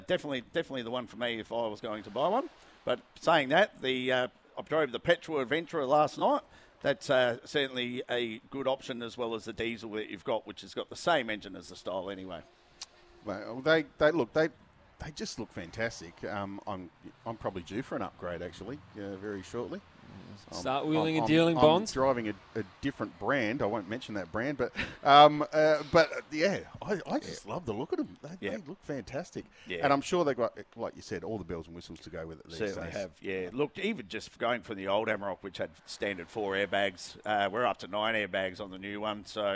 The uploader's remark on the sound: on location at Solitaire Volkswagen in Medindie